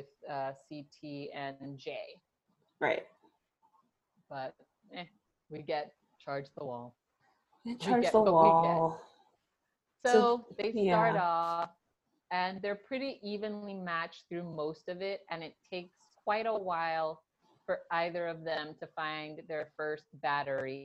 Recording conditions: drop-outs